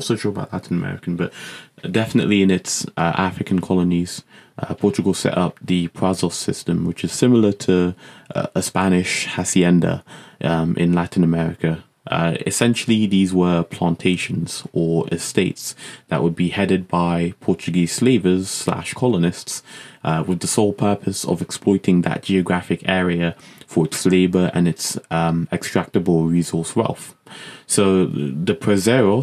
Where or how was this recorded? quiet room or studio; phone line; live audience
quiet room or studio